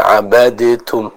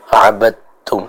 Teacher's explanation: Aslinya abaditum, tapi kita baca dengan idgham menjadi abadtum · Shown in: second take · ya. Jadi bukan abaditum tapi abadtum, ya.